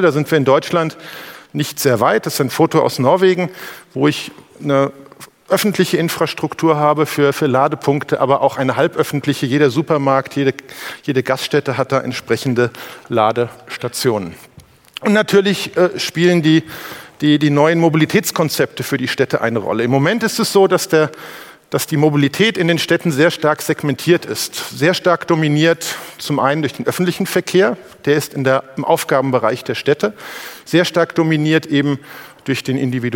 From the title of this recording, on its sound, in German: beim auto motor und sport Kongress 2019